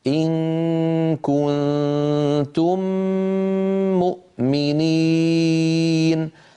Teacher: هذا المقطع إن كنتم مؤمنين فيه ثلاث غنن، غنة إخفاء، غنة إخفاء، غنة إدغام. هاتان الغنتان الأوليان طولهما واحد، غنة الإدغام أطول بقليل بقليل